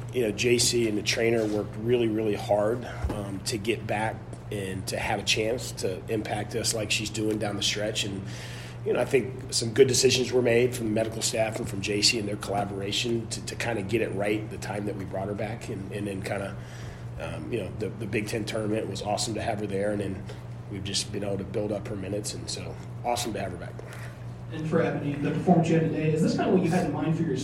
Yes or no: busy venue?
yes